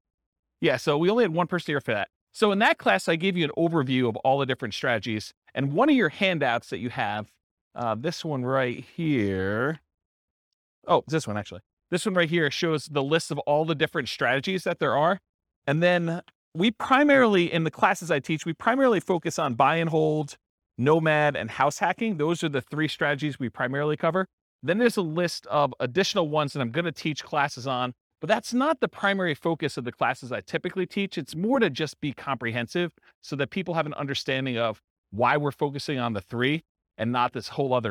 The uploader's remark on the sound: This was a live class recorded